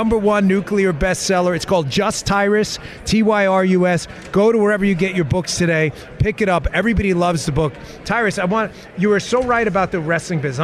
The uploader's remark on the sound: Live from the Patriot Awards in Hollywood Florida